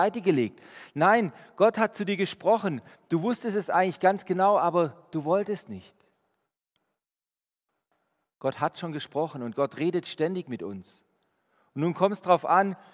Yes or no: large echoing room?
yes